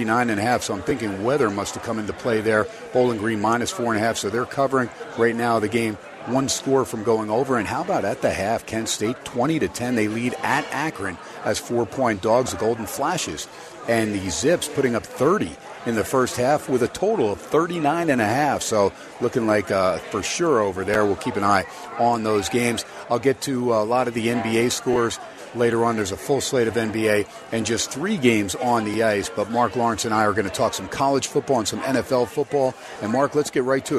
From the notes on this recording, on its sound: SPORTSXRADIO HUMP DAY FROM STEINERS PUB. "Live" from #SteinersPub #LasVegas. SXR is heard "live" on 101.5 FM K-DAWN out of #LasVegas.